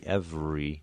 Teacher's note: the V of every actually has more R-ishness to it than the R going into the E, every. And so we're actually anticipating or predicting that R quality because of the way the V has been modified.